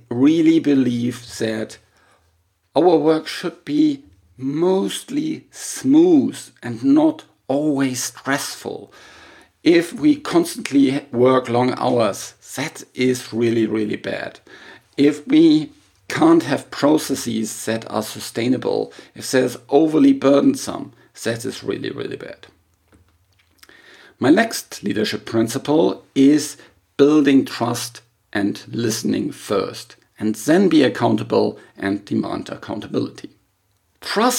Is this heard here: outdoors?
no